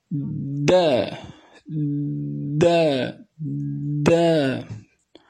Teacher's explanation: الصوت سوف ينحبس ثم ينطلق بعد أن يتباعد طرفي المخرج · Term: الشدة